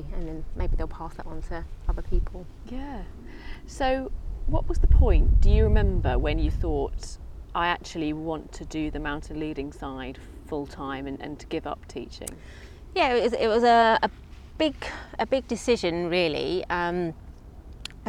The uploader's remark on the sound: Took me to a beautiful park just minutes from her home in London, and we recorded the episode sitting on the grass within sight of a herd of fallow deer. There’s also a minute of the sounds of nature for a little bit of escapism in your busy day.